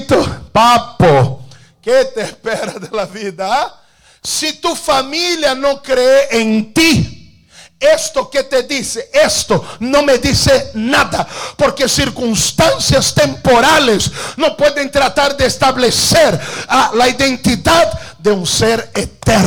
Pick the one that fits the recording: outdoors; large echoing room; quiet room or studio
large echoing room